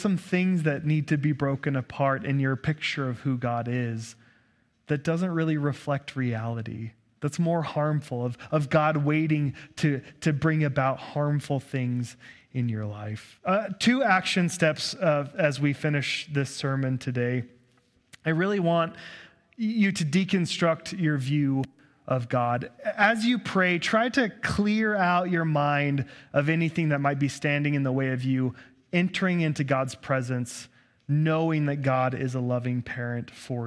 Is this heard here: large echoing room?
yes